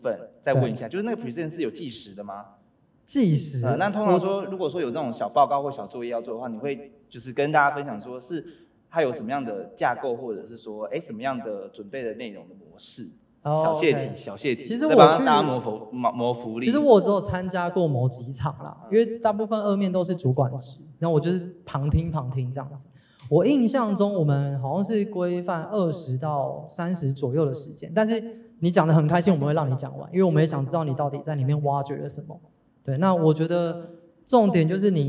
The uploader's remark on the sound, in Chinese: 本集特別集延續上次實體小聚交流第二場 —— 數據專場錄音！因為現場收音的關係，音質還請多多包涵。